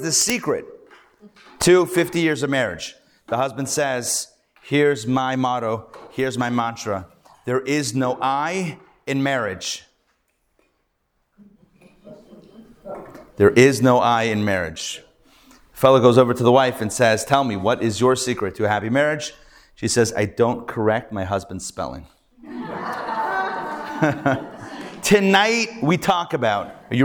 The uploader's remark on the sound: Recorded Live at The Torah Center ATL